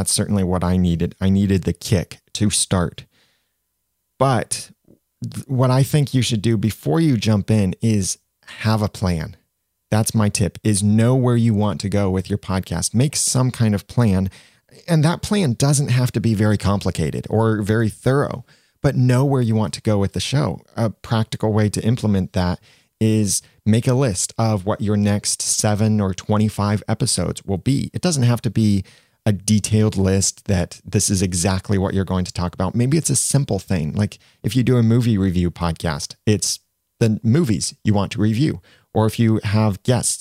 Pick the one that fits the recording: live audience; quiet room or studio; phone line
quiet room or studio